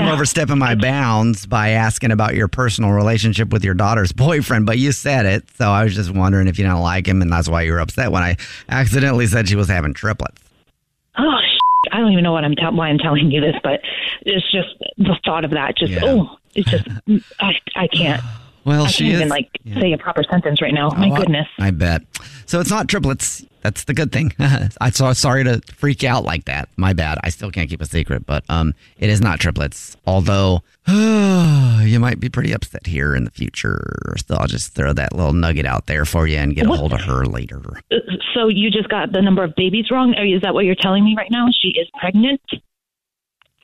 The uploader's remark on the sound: Phone Prank